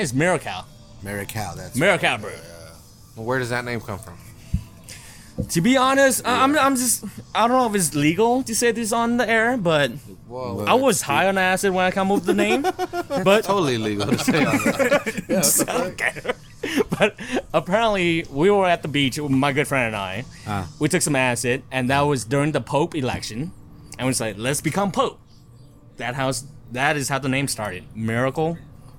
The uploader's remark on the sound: we sit down in the beer garden at the Alvarado Street production facility